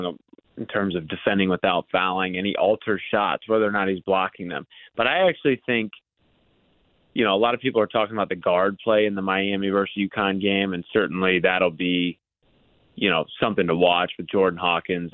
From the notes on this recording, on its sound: from Purdue Sports Network called